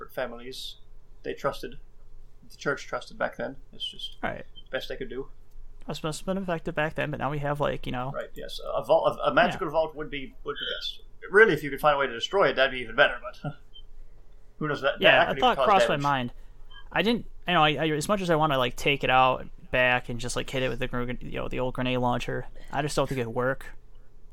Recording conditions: poor sound quality